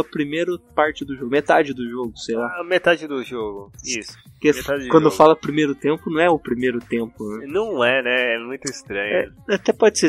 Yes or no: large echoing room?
no